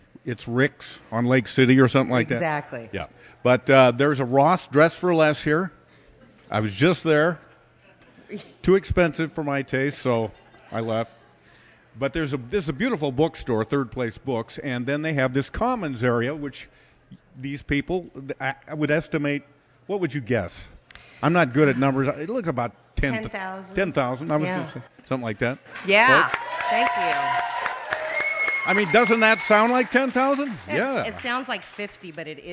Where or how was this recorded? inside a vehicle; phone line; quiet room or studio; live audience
live audience